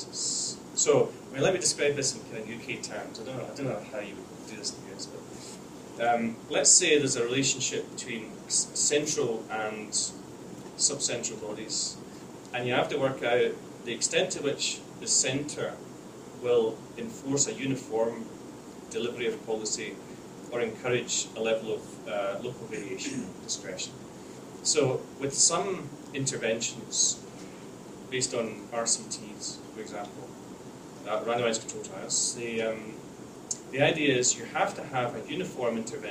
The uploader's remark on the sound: lecture and Q&A at the School of Public Affairs, University of Colorado Denver